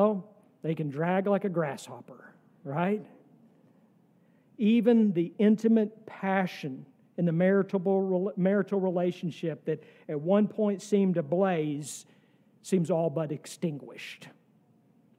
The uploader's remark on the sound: sermon from our worship service on October 1, 2023